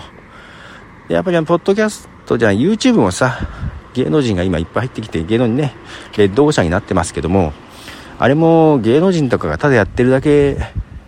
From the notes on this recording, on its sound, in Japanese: 深夜の散歩。そんなことを歩きながら考えてみました。